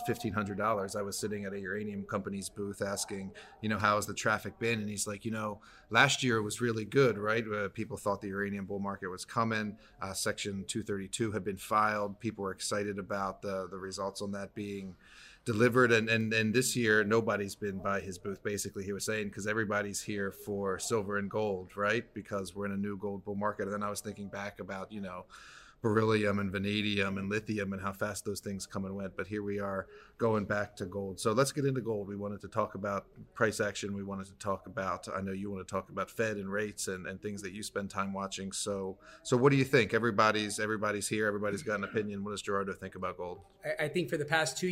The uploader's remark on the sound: Live from the NOIC